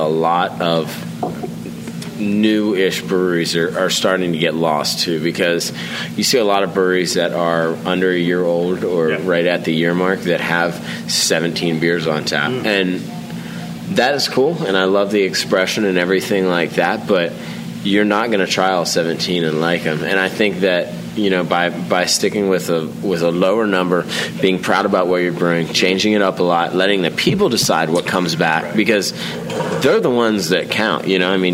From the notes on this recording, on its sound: On location at Cushwa Brewing Company in Williamsport, MD.